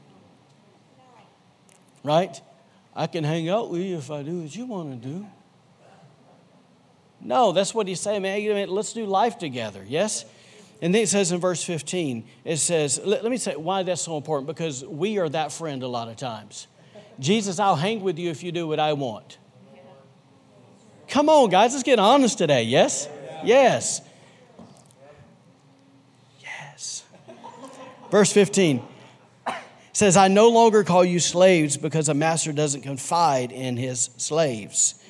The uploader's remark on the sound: recorded on Sunday, February 23, 2020, during service at The Anchor Church in Rockport, Maine